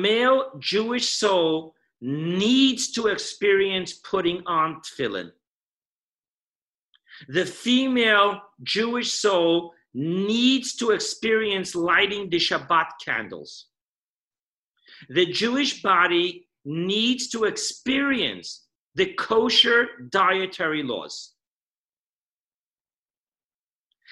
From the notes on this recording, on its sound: Weekly Zoom Parsha Class